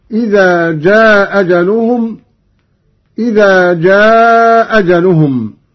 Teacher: قوله تعالى: لكل أمة أجل إذا جاء أجلهم. قرأ قانون بإسقاط الهمزة الأولى وله القصر والمد هكذا: إذا جاء أجلهم، إذا جاء أجلهم.